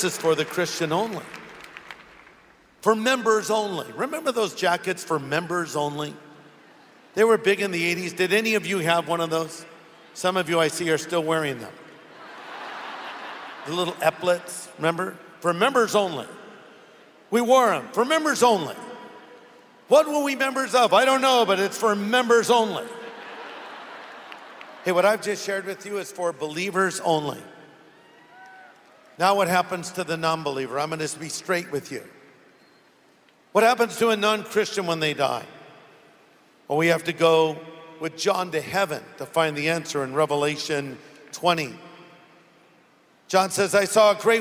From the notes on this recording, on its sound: Originally preached at the SoCal Harvest on August 17, 2014